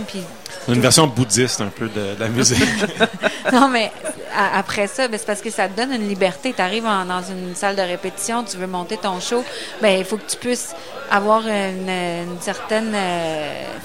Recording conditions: busy venue